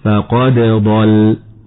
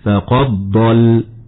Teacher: تقلقل الدال مظهرة قبل حرف الضاد · Shown in: first take